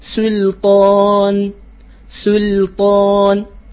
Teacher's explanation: يرقق اللام ويفخم الطاء ويرقق النون والألف تابعة لما قبلها